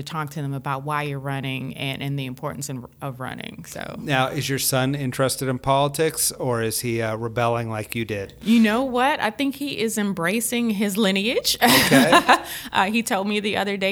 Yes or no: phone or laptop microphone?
no